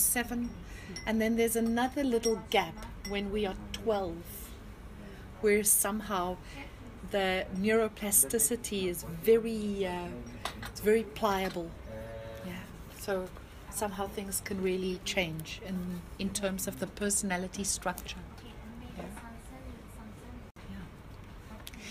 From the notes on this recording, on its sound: Noisy neighbours on the top floor. Clips recorded at Freedom Cafe in Rishikesh during lockdown 2021.